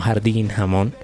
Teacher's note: Por ejemplo, en esta parte fonética tenemos ese sonido gutural de la letra J. Digamos que suena así como muy a lo español desde la garganta